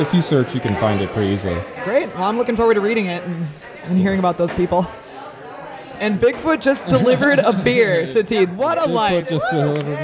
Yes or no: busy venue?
yes